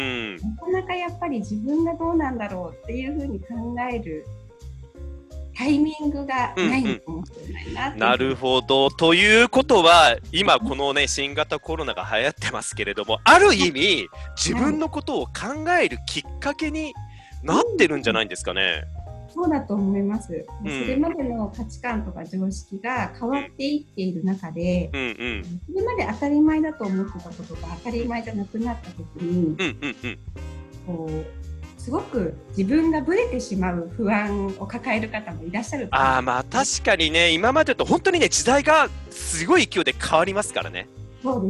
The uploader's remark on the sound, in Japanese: カラフル・スペース放送局』は、ZOOMを使っての新しい形のトーク番組。